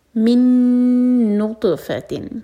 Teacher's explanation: نون پر غنہ اور تو پر قلقلہ اور تو ہیوی لیٹر ہے. نطفہ تن یہاں پر ہے اخفا.